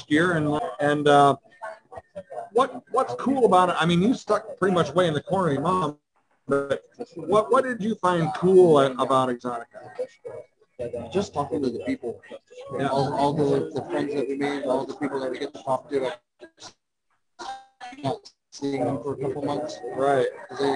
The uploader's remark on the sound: Well, we had quite a weekend in Chicago and the stars came out for our show at the end of it. I apologize for the poor audio as the hotel WiFi wasn't the best. MANY, MANY folks came by to chat.